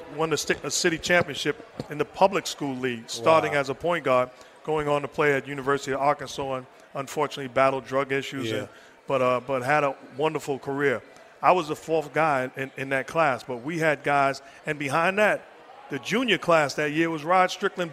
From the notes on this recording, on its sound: Recorded at Summer League.